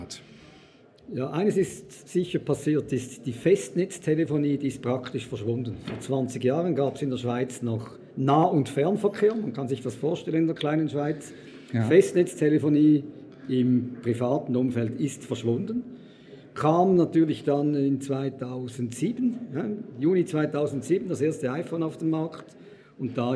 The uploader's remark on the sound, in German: im Interview auf dem Congress der Controller 2019